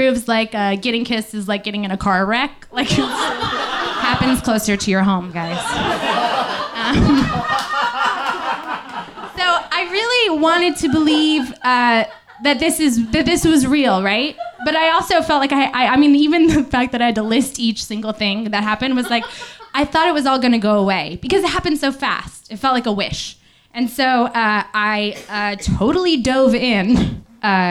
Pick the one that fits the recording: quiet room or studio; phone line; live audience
live audience